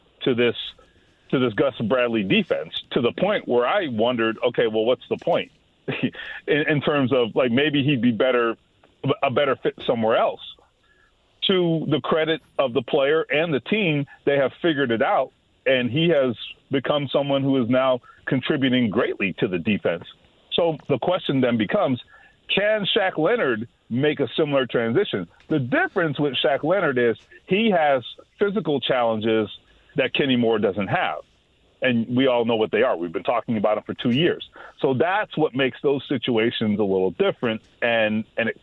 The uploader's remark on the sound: Opens the phone lines up and takes some calls from Colts and Pacer fans! Responding to comments from listeners online!